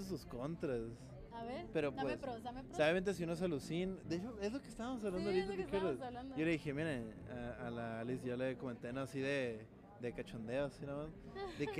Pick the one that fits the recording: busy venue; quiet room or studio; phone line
busy venue